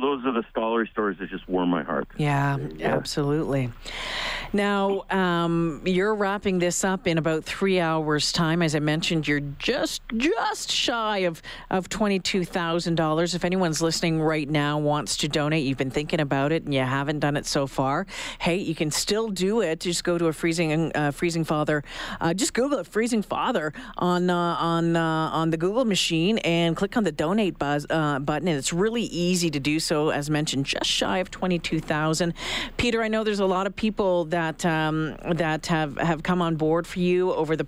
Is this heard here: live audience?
no